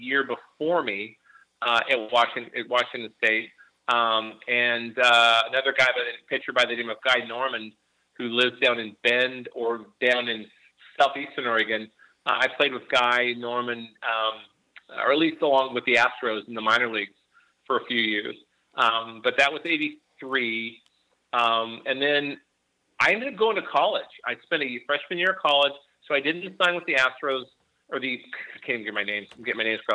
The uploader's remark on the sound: calls into the show from Yakima, WA